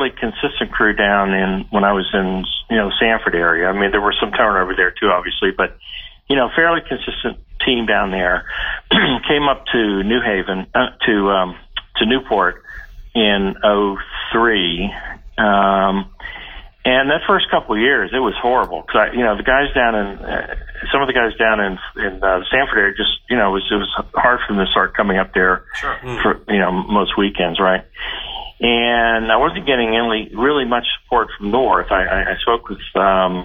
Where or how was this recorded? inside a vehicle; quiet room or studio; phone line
phone line